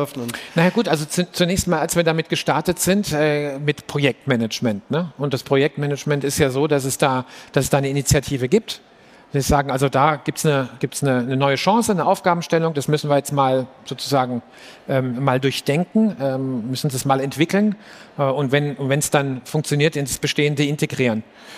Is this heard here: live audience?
yes